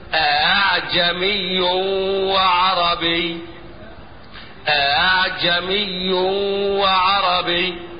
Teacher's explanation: أنطق همزة الأولى محققة والهمزة الثانية مسهلة بينها وبين الألف، لا هي همزة ولا هي ألف